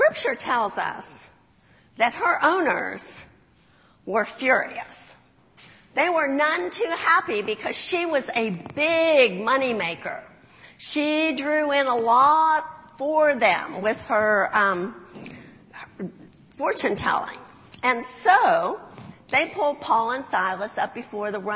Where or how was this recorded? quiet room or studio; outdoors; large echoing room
large echoing room